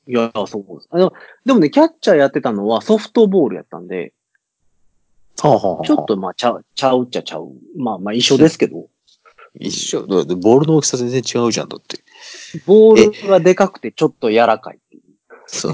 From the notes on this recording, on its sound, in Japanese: 久しぶりにSkype収録となっております。音質申し訳ない。